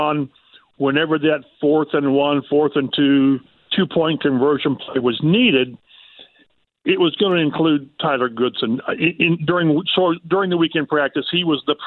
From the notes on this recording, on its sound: opening the phone lines for the first time with one caller